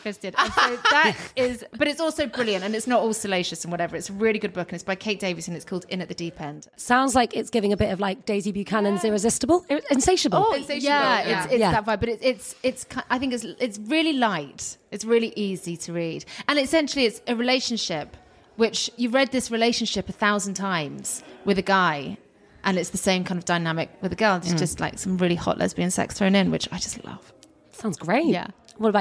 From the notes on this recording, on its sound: We were so excited to be invited to Choose Love’s stunning Soho pop-up boutique to chat.